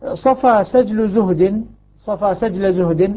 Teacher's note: الصاد والسين والزاي من طرف اللسان مع ما بين الثنايا العليا والسفلى